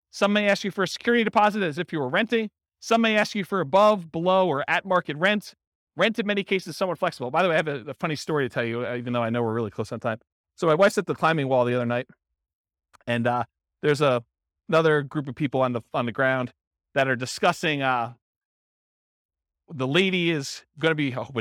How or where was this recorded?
live audience